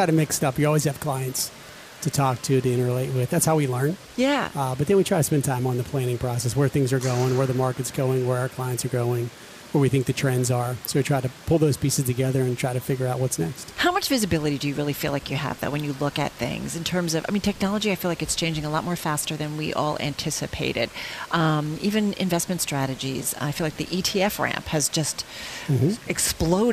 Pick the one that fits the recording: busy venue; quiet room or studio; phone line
busy venue